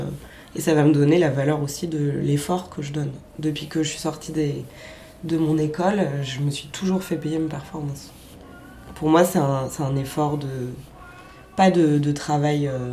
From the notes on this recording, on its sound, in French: Cet enregistrement a été fait dans une petite cabane à Marseille avec les oiseaux, les chats et les travaux autour.